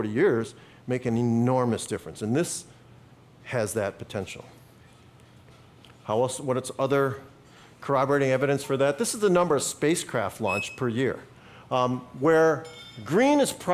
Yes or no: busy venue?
yes